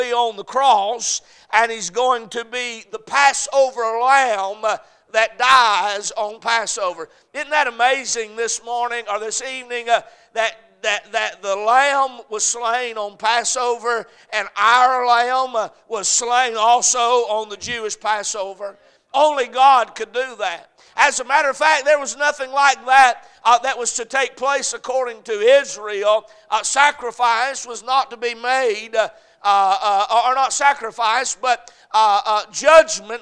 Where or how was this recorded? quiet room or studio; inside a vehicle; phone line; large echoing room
large echoing room